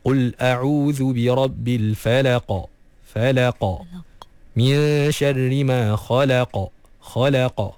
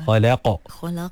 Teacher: Di dekat bahagian pangkal lidah yang paling paling dalam. Lidah yang paling belakang sekali. Sebelum masuk ke bahagian kerongkong, itulah tempat huruf qaf. Jadi pastikan kita matikan tu dengan sempurna, lantunkan dia dengan semula jadi.